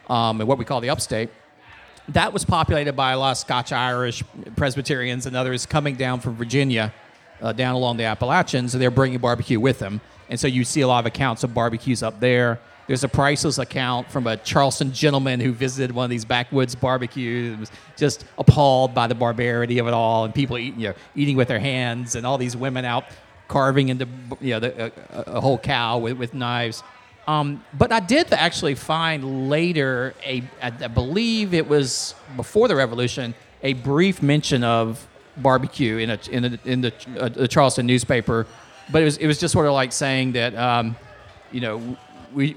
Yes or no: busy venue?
yes